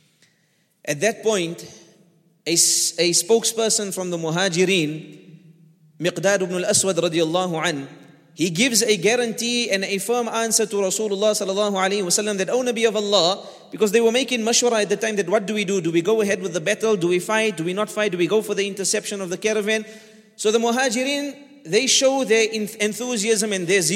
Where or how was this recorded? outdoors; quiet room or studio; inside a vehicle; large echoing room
large echoing room